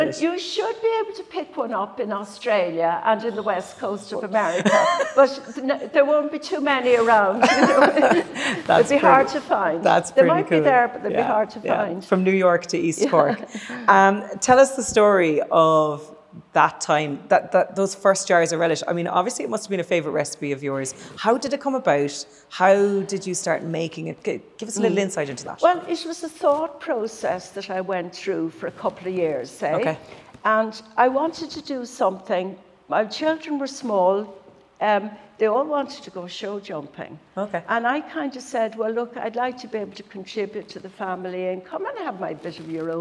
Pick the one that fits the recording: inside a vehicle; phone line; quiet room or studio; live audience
live audience